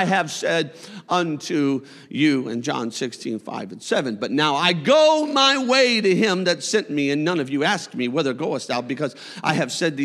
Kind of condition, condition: setting, large echoing room